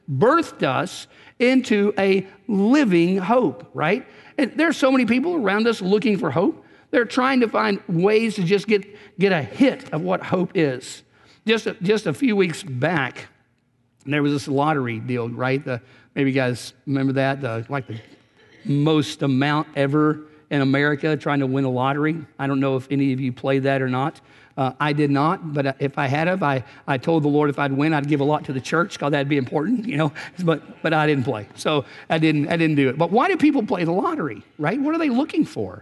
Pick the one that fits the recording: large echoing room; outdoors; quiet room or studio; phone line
large echoing room